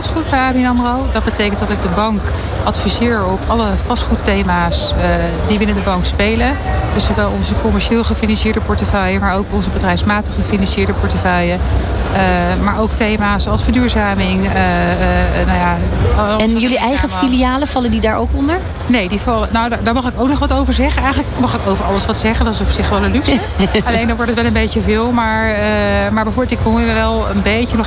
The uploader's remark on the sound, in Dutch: New Business Radio op de PROVADA dag 3 uur 1. Verder deden de presentatoren ook live verslag van de Inspiratie Awards uitreiking en spraken ze met de winnaars.